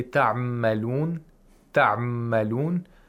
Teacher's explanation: For example, if you say ta'malun, ta'malun, there's too much ikhtilas. The ayn goes too much into the meem.